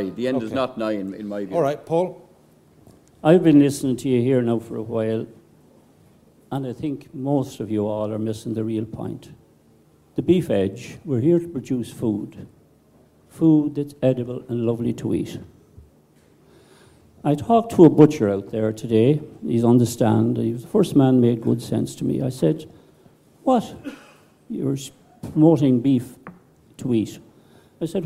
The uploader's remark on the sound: This week’s Beef Edge episode is a recording of the Beef Forum that concluded the open day in Teagasc Grange on the 5th July.